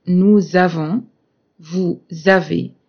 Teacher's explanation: this Z sound is la liaison with the letter S